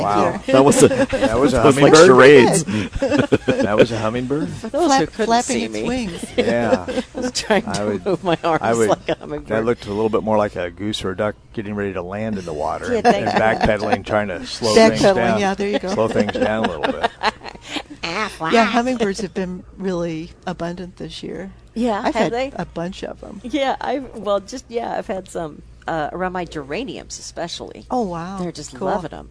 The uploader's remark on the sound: Live at Prairie Gardens.